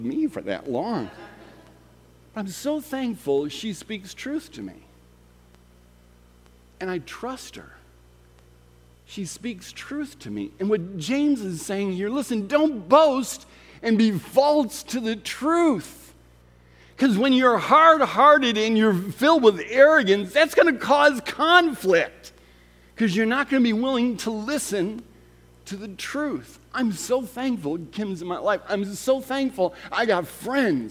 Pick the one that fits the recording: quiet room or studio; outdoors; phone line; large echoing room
large echoing room